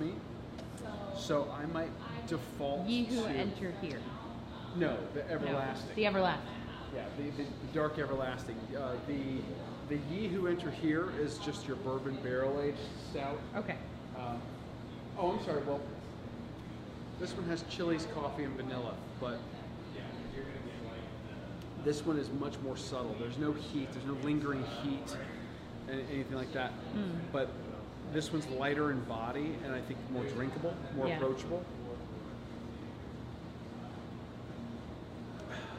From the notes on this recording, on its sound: The post-race celebration at Orpheus Brewing is not to be missed.